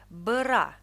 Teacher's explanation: можно некоторое время произносить это сочетание через редуцированную гласную. Это нечто среднее между э и ы